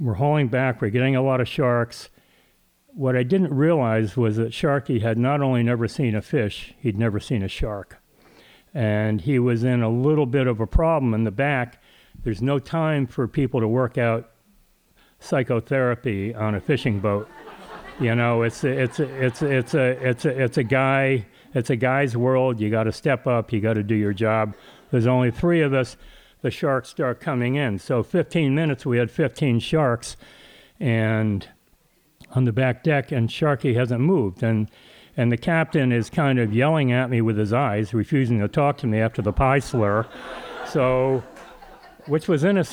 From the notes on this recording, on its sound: Recorded live in Truro, Massachusetts at Payomet Center for the Performing Arts on August 25, 2014.